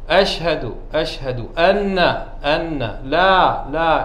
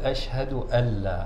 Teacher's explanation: أشهد أن لا، وندغم النون باللام · Shown in: second take · Term: مخففة